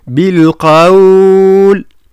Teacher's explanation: لفظة بالقول إذا كان وقفنا عليها يولي فيها مد، يعني يسمى مد اللين